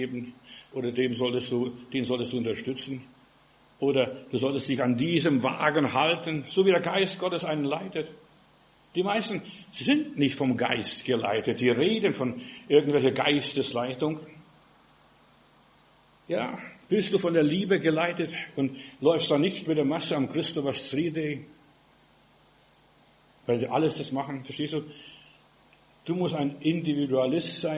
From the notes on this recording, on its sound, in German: im Gemeinde-Zentrum in Berlin aufgenommen